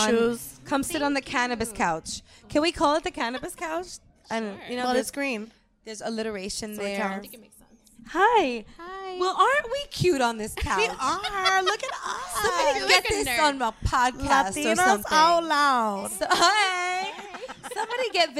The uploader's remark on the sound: we are Lit Latinos Out Loud LIVE from the Garden State of Mind “Light-N-Wick” cannabis candle-making event